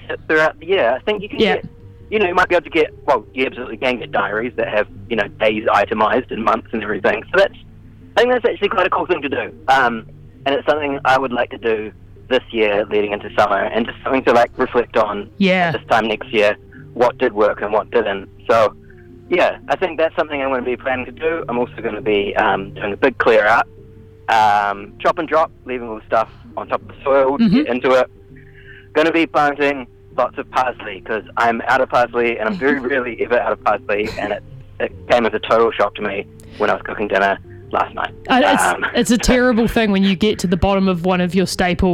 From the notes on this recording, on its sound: phones up to chat